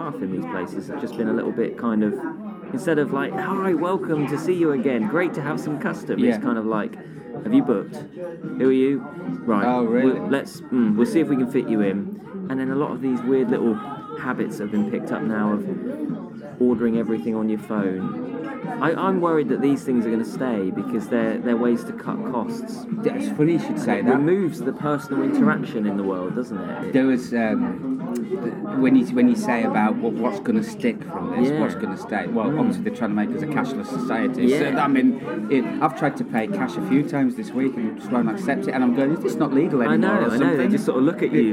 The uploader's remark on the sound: Live from the PUB!